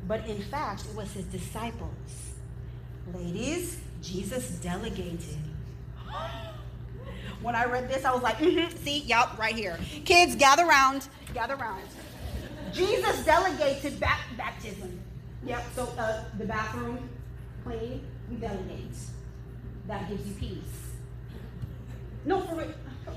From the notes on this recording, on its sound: In today's episode I am sharing another excerpt from the Women's conference where I spoke at my local Christian Church Women's group.